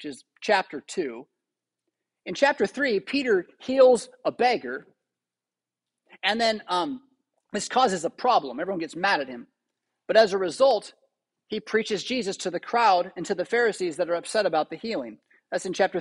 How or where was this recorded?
large echoing room